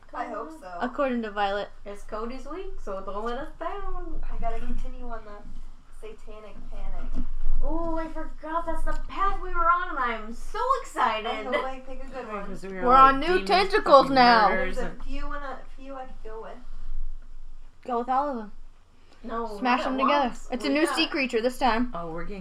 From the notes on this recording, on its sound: The sound isn’t great, and there is a lot of laughing.